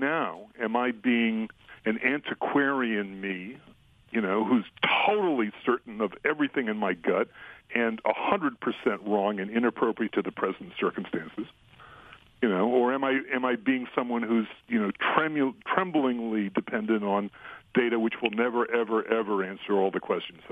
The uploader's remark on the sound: on the phone